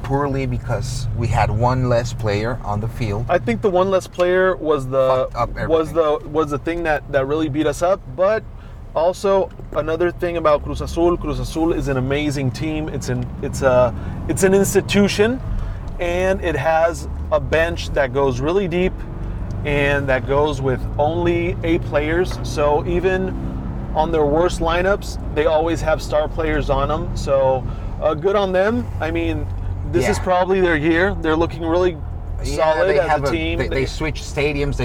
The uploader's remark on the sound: We recorded this episode while driving in San Diego.